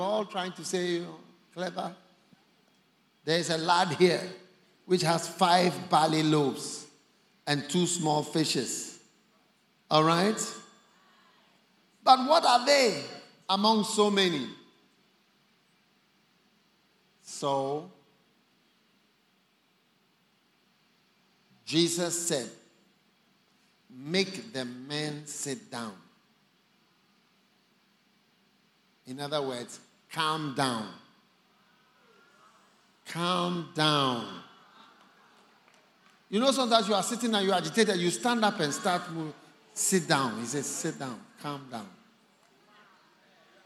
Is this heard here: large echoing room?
yes